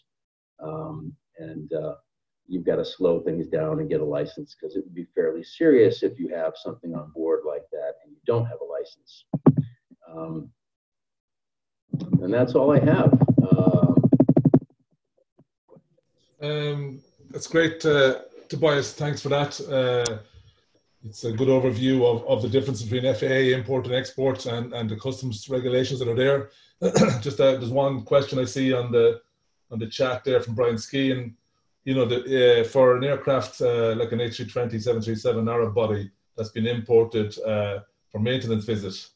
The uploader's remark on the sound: This is a recording of APTN Zoom Call # 13 which took place on 25th June 2020.